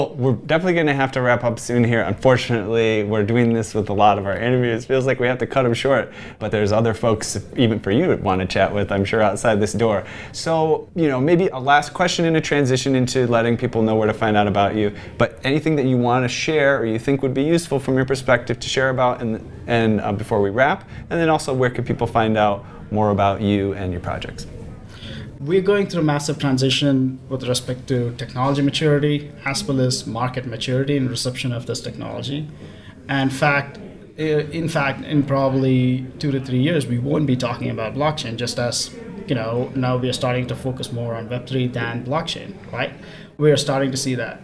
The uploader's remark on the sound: Coming to you from Davos Switzerland during the World Economic Forum 2022 conference